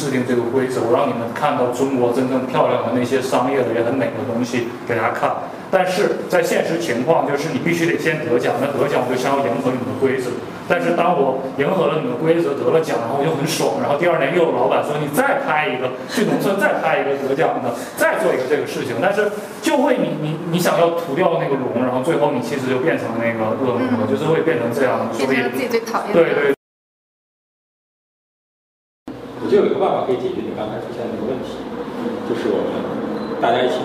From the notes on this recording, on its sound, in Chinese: 天很冷，录音很粗糙